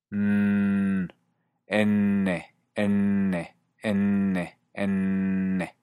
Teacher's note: Como la rusa, no suena idéntica a la nuestra, pero la diferencia es tremendamente sutil. Esta es una consonante apical alveolar, porque se hace con la punta de la lengua contra los alveolos.